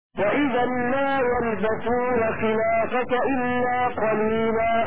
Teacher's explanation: فتح الخاء وفتح اللام بعدها ألف